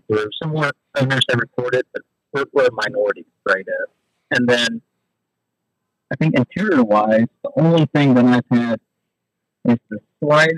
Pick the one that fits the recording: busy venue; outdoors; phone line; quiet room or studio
phone line